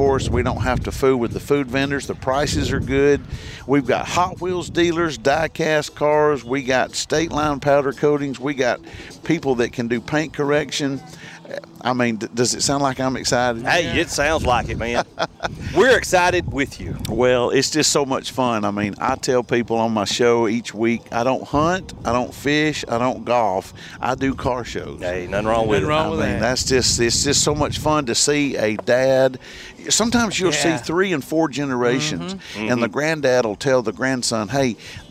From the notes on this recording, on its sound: Live at the Car Show at the Sportsplex